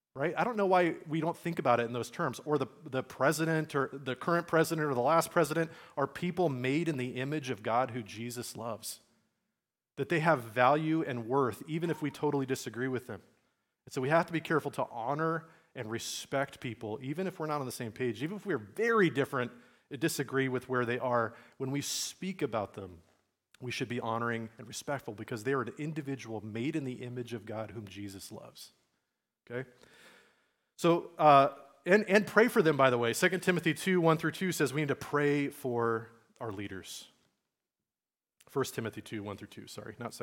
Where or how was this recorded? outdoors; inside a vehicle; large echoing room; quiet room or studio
large echoing room